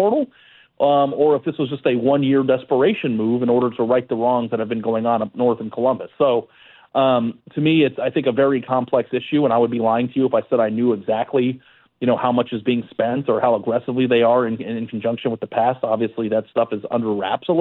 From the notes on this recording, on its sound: of course we take more of your phone calls.